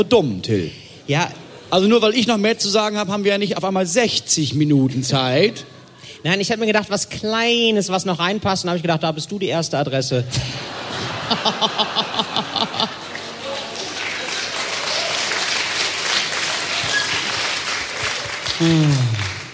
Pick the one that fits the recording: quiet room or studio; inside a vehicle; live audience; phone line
live audience